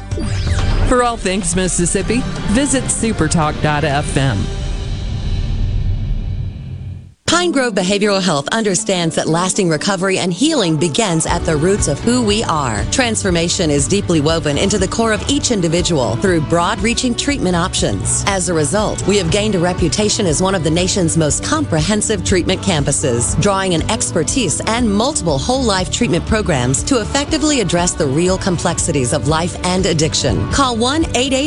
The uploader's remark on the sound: Is LIVE from Founder's Square at The Neshoba Co Fair. Under the SuperTalk tent in the Element Wealth Studio by a wide variety of guests.